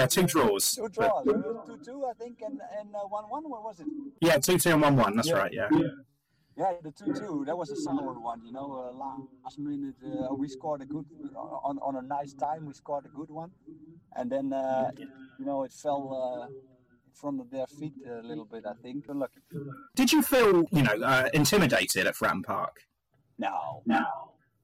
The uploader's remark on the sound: The audio is very poor. Had issues whilst recording but it does pick up.